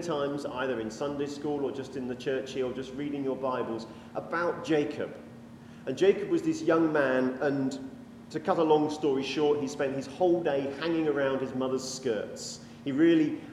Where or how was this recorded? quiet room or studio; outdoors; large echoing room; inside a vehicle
large echoing room